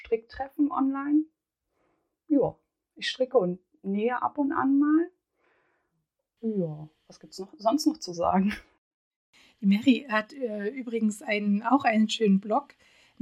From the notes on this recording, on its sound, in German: Ich arbeite noch stark an der Tonqualität und hoffe, dass es von Mal zu Mal besser wird.